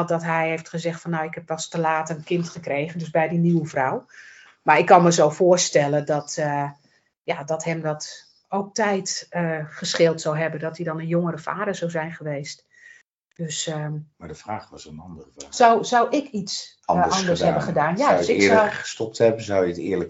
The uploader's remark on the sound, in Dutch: Die opgenomen is via Teams.